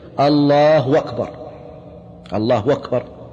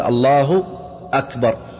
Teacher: من الأخطاء إبدال الهمزة واوا · Shown in: first take · أنه يبدل الهمزة واوا بأن يقول الله أكبر، الله أكبر، هذا أيضا خطأ.